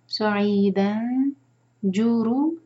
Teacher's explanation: تنوین کے بعد جیم ہے، اخفا کریں گے، نون کے ساؤنڈ کو چھپائیں گے اور ٹائم دیں گے. سعیدن جورو ز روحوی رو ز دو حرکہ اور بزنگ ساؤنڈ کے ساتھ اس کا مخرج ادا کریں گے.